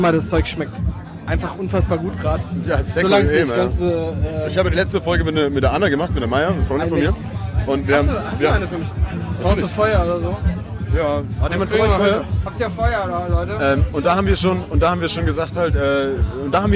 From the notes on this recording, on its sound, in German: Direkt aus dem Herzen des malerischen Mahagoni Festivals, im Puls elektronischer Tanzmusik die leise im Hintergrund läuft während der Boden leicht vibriert. Von der Seite schiebt sich ein randvoller Bier-Trichter ins Bild, während die wundervoll bunten und empathischen Besucher dieses Festivals einen Einblick ins Festivalgeschehen bieten.